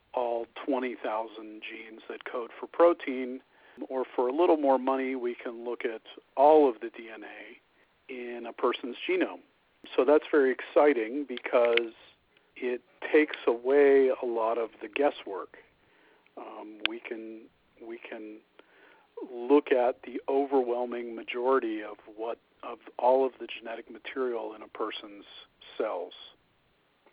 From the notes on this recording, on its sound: The inaugural conference call Q&A session between Rare Genomics Institute, Ben's Friends Patient Communities, and leading experts in the field. Questions were submitted before the call and live during the call.